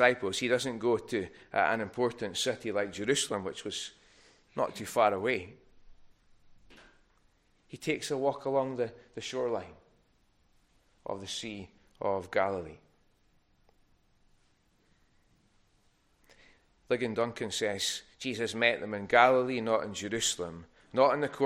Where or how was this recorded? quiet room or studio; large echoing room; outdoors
large echoing room